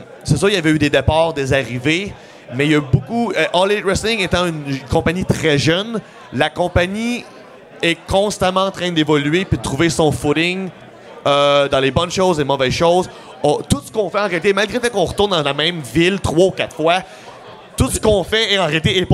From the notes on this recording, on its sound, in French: Enregistrent un épisode spécial devant public à Gatineau, tout juste avant un spectacle de Lutte 07, dans le cadre du Festival de la Radio Numérique.